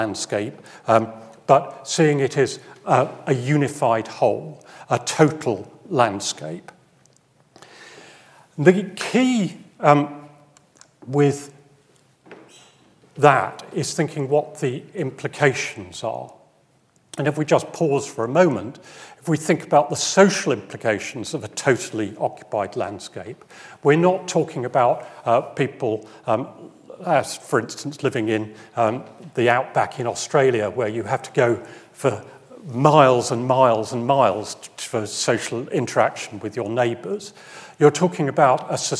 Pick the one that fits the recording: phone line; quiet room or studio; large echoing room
large echoing room